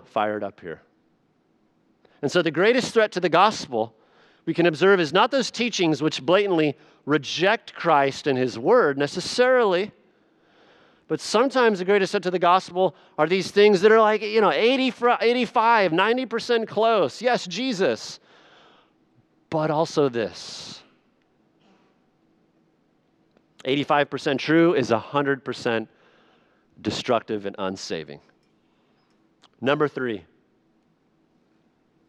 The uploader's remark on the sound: Sunday Evening Worship Service